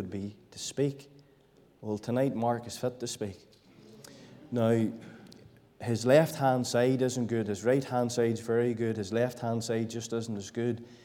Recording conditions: large echoing room